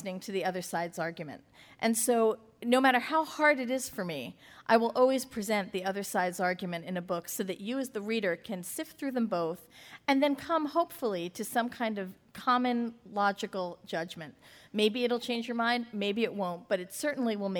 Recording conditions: live audience